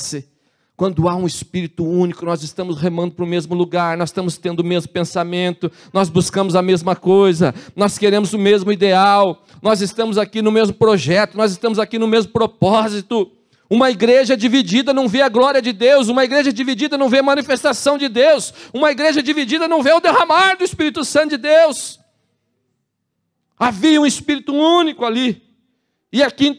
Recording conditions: large echoing room